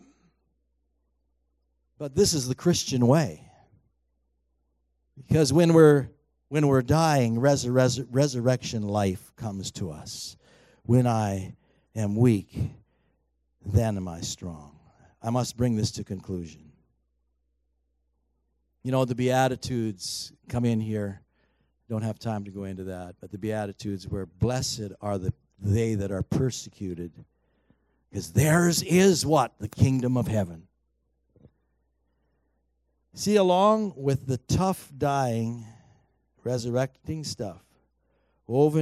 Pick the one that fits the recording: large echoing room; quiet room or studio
large echoing room